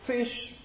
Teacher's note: Therefore, it's labiodental. Fish, the lower lip, touches the upper teeth, and that's how it is produced